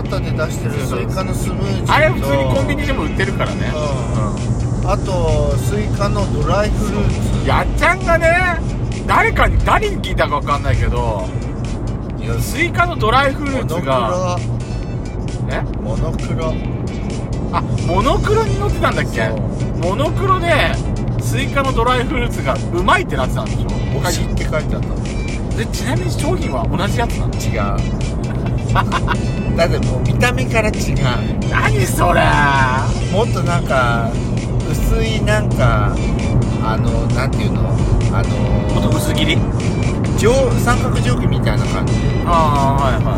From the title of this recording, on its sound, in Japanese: 休日前の夜な夜な仙台ドライブにて